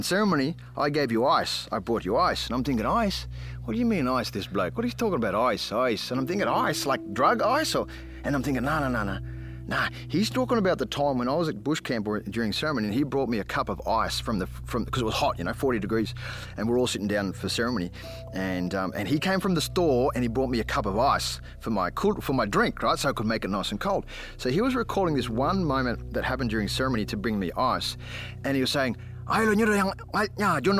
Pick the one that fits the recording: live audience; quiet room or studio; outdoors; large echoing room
outdoors